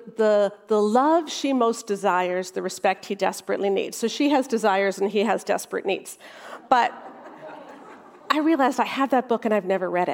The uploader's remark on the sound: featuring a talk from our recent Restore Conference